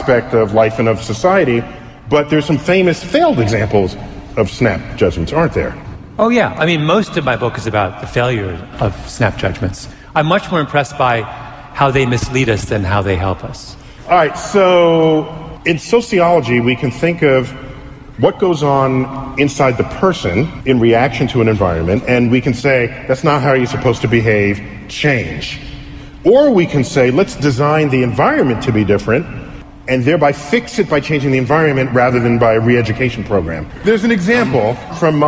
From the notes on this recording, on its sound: Recorded live at NYC’s Hammerstein Ballroom.